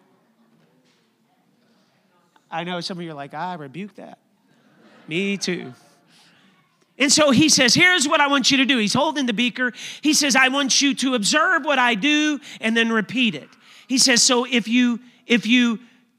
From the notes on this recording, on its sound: a service recording from Connect Point UPC